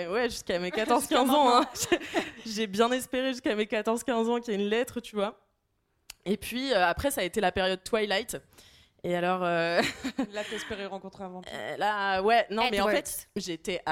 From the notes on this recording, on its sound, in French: Enregistré en public à l'Apollo Théâtre.